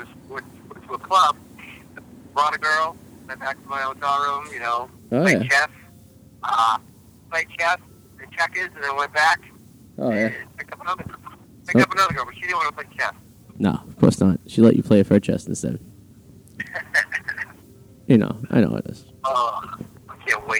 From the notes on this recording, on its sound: Live At the Comfort Inn in Revere. Stuck in traffic on 495 so he phones in the episodes, literally.